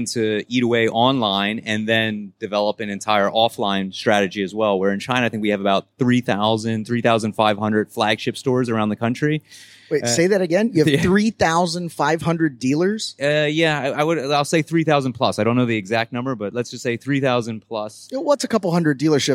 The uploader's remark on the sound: (LIVE) Electrify Expo - Miami